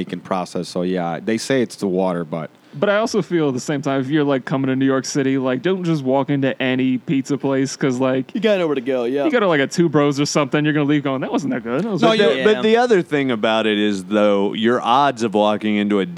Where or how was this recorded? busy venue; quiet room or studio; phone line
busy venue